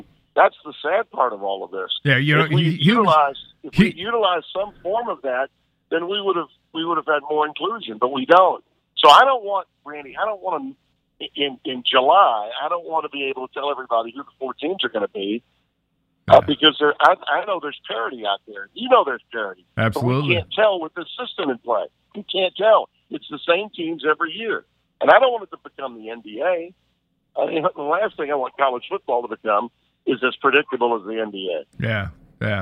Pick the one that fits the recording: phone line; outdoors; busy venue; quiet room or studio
phone line